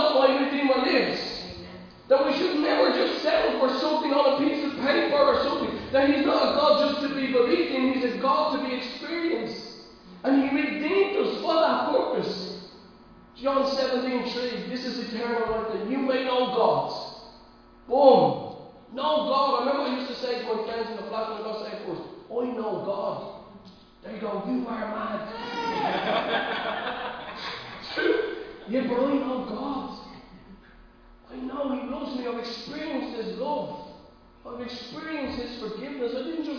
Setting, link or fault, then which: setting, large echoing room